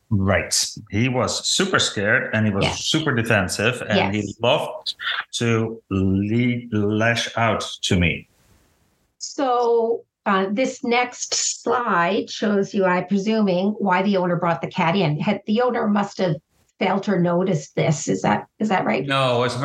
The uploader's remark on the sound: In a brightly lit zoom session